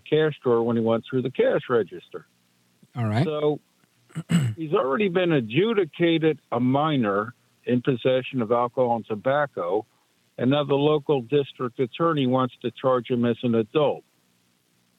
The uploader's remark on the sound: We take your calls in open phones across America.